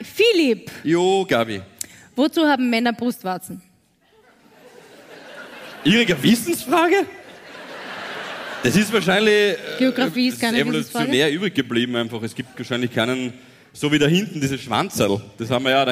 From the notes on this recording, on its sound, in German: Hier kommt die LIVE Aufzeichnung vom 27.11.2023 aus Leonding - natürlich nur die erste Hälfte.